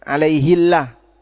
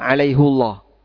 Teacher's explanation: Kalau dibaca alaihi, jadinya tarkik. Sehingga di situ bacanya jadi tipis · Shown in: first take